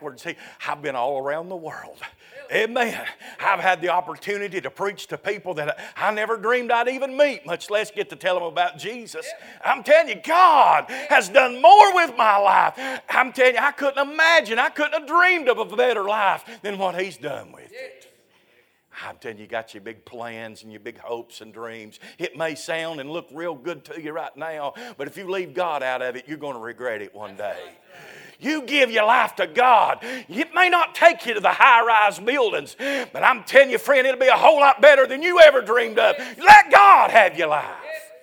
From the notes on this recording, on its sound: A sermon preached Sunday Evening, on August 6, 2023.